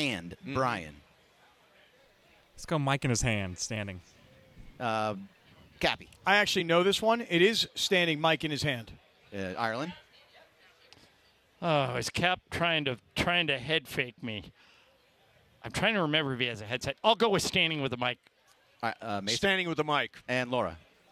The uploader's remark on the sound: live from the Nixo Lounge at the E-Central Hotel!